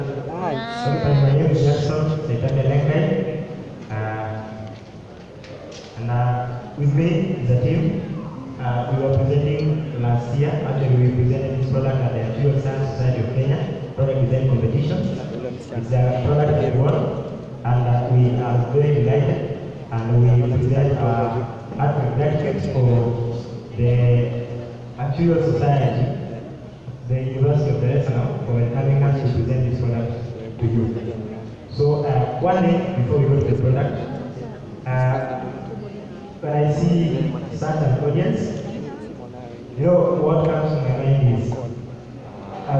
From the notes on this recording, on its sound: Actuarial career day UDSM. Sorry for the audio quality and noise, it isn't that good.